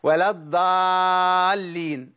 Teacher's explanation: انا ضيعت الصفات، ضيعت صفة الاطباق. هي أض ضا ضا، أما أقول ضا خليت الإطباق مش موجود، ضيعت الصفة.